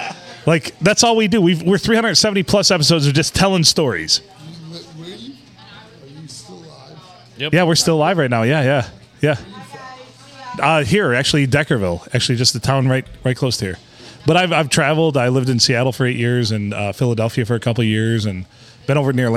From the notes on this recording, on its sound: Recorded on a crazy Monday night at the Blue Water Sports Bar and Grill.